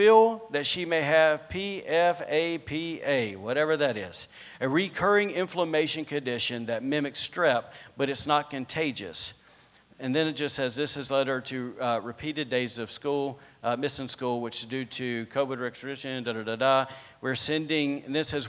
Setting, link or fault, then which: setting, large echoing room